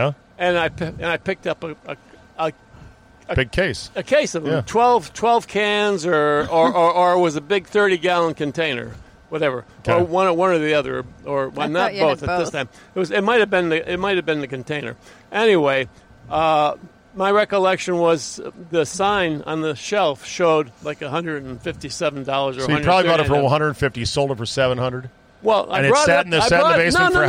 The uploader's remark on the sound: An interview in the van.